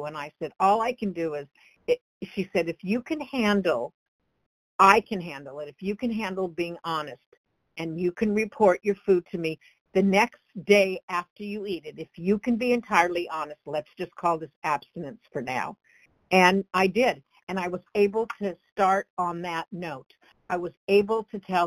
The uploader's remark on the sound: from the 100 Pounders Phone Meeting